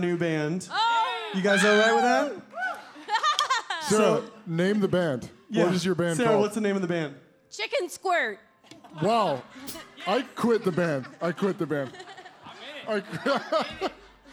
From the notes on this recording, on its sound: LIVE at the ASsSIFWAP 2020! Right in the middle of this awesome live event!